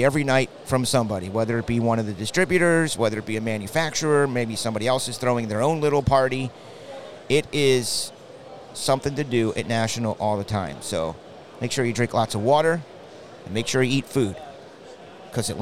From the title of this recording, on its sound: LIVE FROM THE NATIONAL